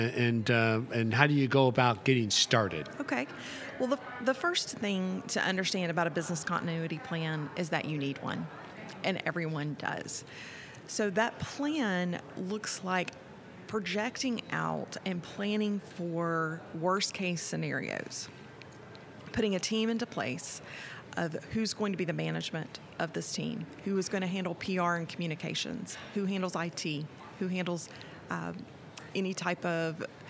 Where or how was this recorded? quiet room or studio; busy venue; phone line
busy venue